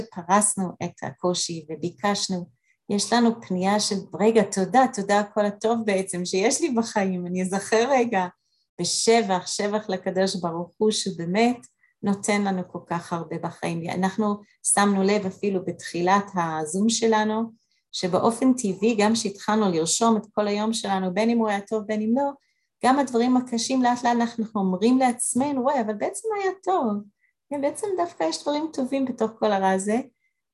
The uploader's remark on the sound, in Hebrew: הקלטת מפגש זום של חבורת לימוד ועבודת ה' של נשים מאריאל והסביבה, במסגרת בית המדרש מתן שומרון.